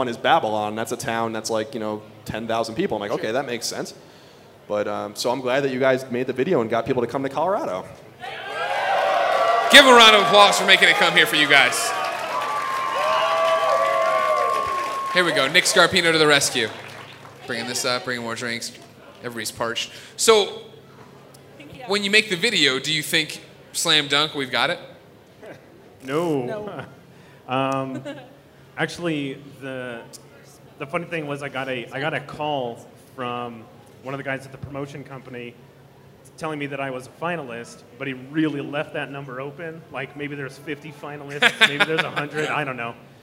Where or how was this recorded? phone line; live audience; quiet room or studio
live audience